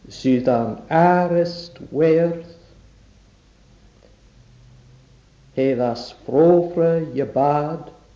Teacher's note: In these half lines, the stresses come on the syllables ar, werth, and frof. · Term: B type